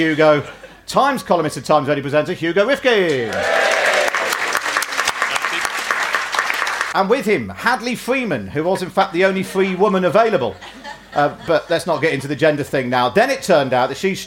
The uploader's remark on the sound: In front of a live audience in London.